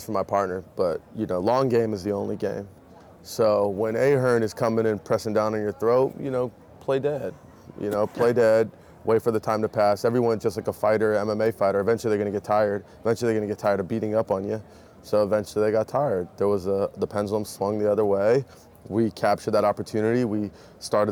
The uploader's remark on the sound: Live from New West Summit